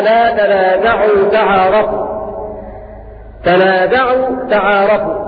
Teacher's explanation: بإدغام التاء في التاء والمد ست حركات في هذه الكلمة وأمثالها في الوصل